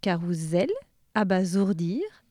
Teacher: Carousel et abasourdir, car un seul S entre deux voyelles se prononce Z